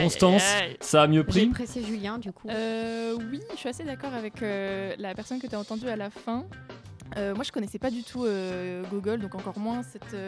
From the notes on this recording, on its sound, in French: Nous avons le plaisir d’échanger, par téléphone.